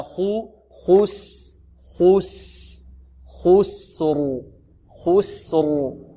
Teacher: نفخم الخاء، نرقق السين